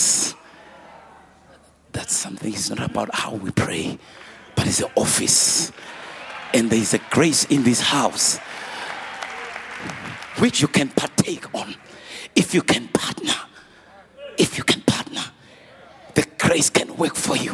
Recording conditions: live audience